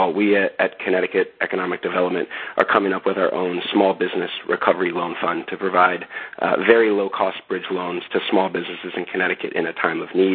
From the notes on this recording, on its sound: Conference Call